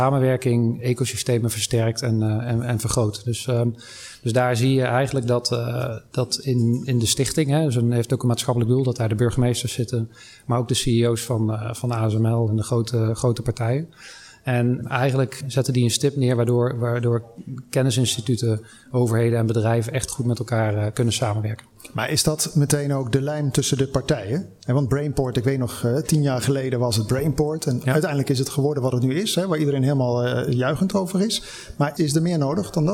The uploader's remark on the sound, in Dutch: Een van de events op de Floriade Expo-terrein vond plaats op 24 augustus: het Floriade Hub Café. Een live-radioprogramma vanuit de Green Innovation Hub in The Natural Pavilion met muziek.